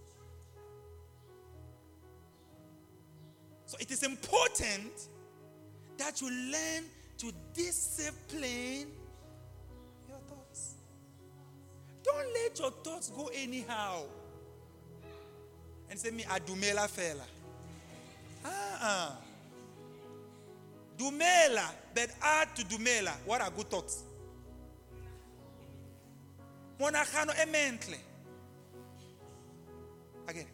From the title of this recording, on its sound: LIVE AT ABC ROBEGA